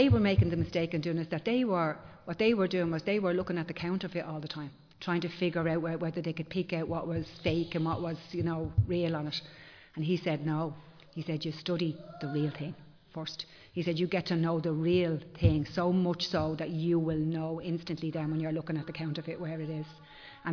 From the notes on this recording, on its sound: Recorded live in Liberty Church on 12 March 2023